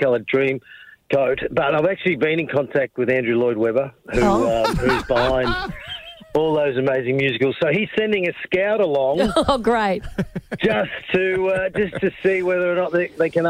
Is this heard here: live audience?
no